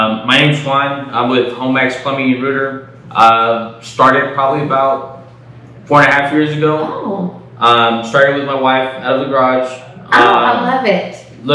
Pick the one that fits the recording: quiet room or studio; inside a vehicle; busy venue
busy venue